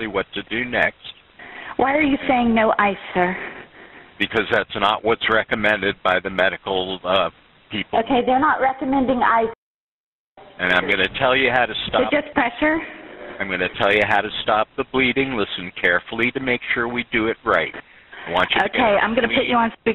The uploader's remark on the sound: 911 call audio